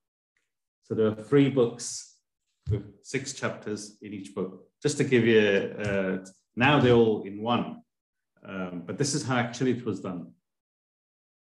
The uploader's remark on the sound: A live recording of a Bhagavad Gita class given virtually on the 30th of July 2023.